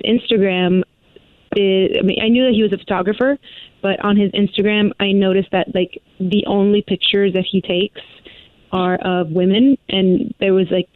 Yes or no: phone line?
yes